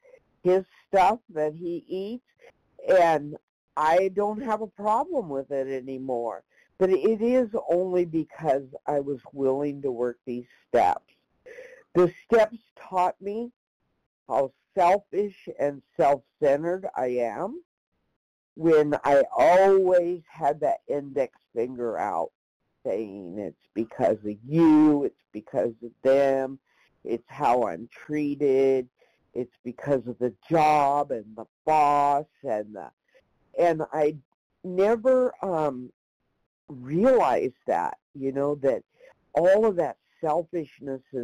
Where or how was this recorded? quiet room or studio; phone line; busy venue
phone line